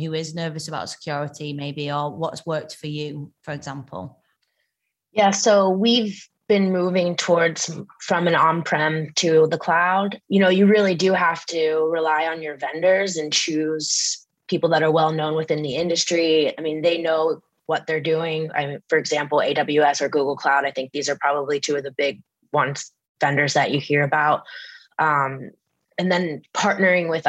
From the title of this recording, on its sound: Live Webinar